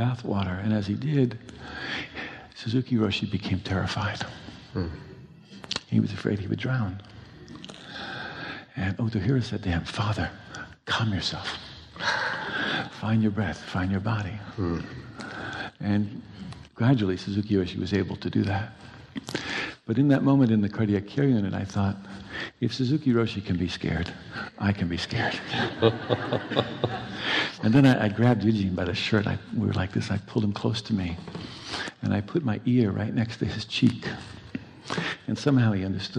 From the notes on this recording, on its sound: live on stage